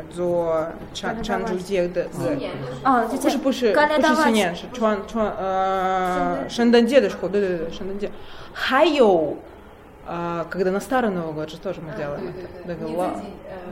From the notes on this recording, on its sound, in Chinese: 这次为大家播放的是莫斯科中国俱乐部活动的录音节选。在我们的俱乐部中，俄罗斯人讲汉语，中国人说俄语哦！